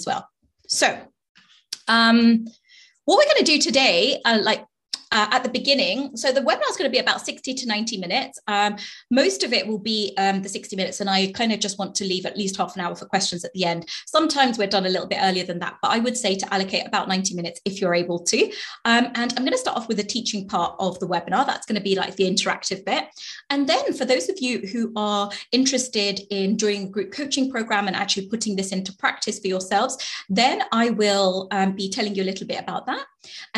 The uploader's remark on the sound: Webinar Replay. This week's podcast is the audio recording of the webinar!